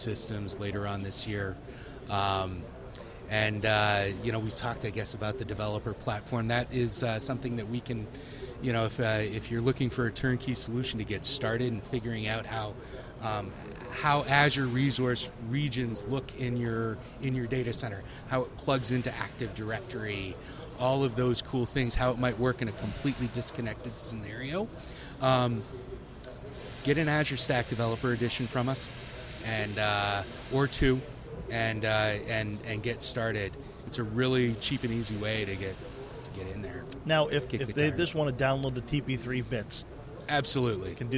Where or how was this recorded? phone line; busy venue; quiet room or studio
busy venue